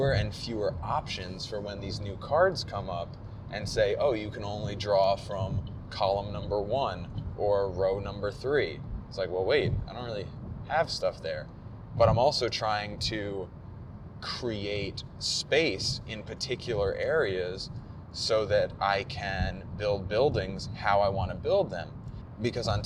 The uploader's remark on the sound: PAX Unplugged 2018. Yes, while driving (to explain the road noise).